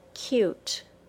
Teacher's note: the long U sound, U, begins with a very distinct Y sound